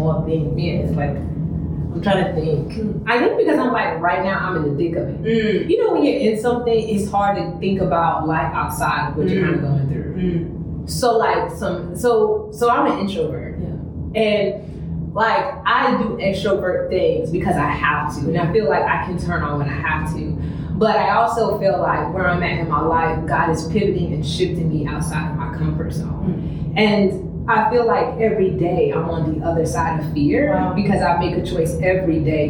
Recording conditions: poor microphone